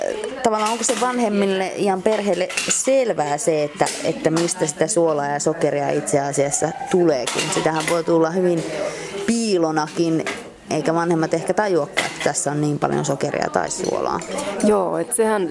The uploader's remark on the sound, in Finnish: tapasi pienten lasten vanhempia Mannerheimin Lastensuojeluliiton Nöykkiön perhekahvilassa